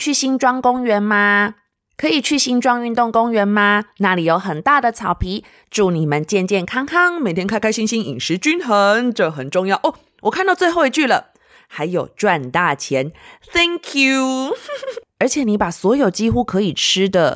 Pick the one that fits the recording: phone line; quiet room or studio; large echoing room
quiet room or studio